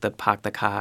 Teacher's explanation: R-lessness, which is when you drop your R, so like the pock the ka kind of sound.